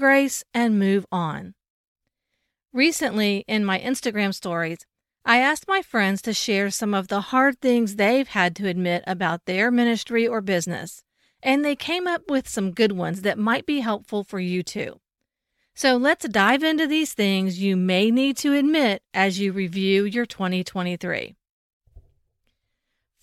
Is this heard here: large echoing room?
no